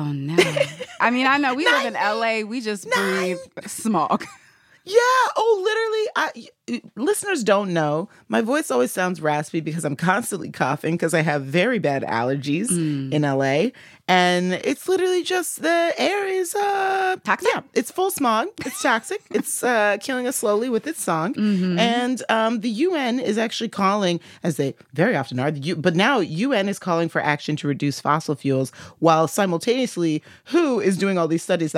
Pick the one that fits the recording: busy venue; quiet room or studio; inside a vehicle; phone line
quiet room or studio